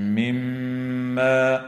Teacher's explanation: وتغن الميم المشددة من كلمة مما